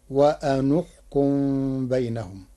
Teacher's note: قرأ ورش كلمتي وأنحكم بضم النون لضم ثالث الفعل وهي الكاف، فتصير وأنحكم بينهم.